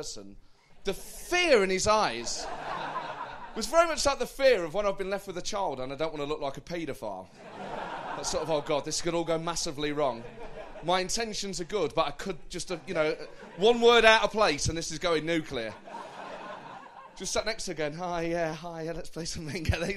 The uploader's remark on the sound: A very special show recorded live at the St James Theatre.